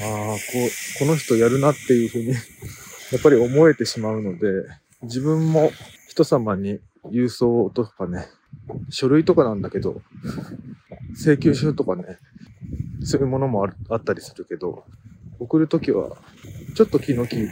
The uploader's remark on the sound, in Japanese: 音声聞き辛くてスミマセン